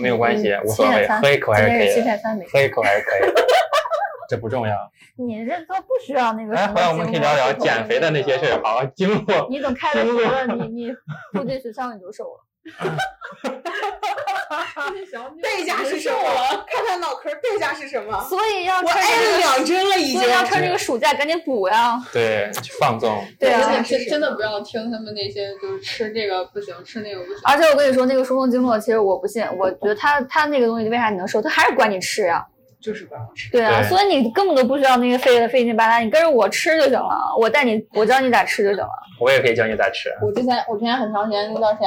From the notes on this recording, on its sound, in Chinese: 由于我们是在外面边吃饭边录制，爆音有点严重